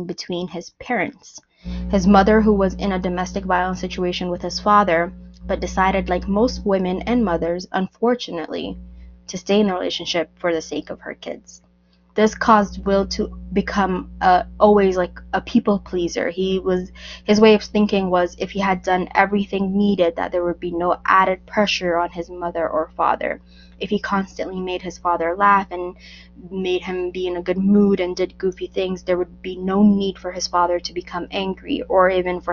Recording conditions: poor microphone